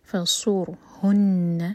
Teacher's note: الطیر فصرهن، صاد heavy, را ساکن heavy ہوگا، را ساکن سے پہلے ضمہ ہے صاد پر اور آگے نون پر شدہ تو نون پر غنہ، نون کو ہول کیا جائے گا دو سیکنڈس